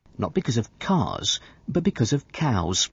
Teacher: the sound at the end of because linking to the word of in its weak form